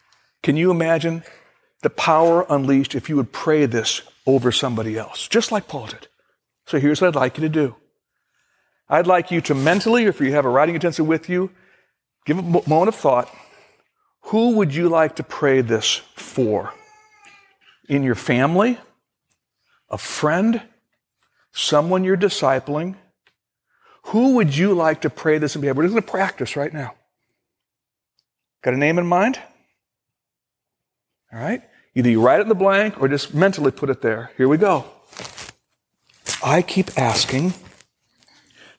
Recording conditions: large echoing room